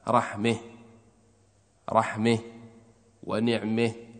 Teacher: لكن هنا أشار ونص عليها فقال: وفي هاء تأنيث الوقوف وقبلها، هاء التأنيث وقبل الحرف هاء التأنيث، والحرف الذي قبل هاء التأنيث ممال الكسائي، فأمال الكسائي هاء التأنيث حال الوقف عليها مع الحرف الذي قبلها · Term: الإمالة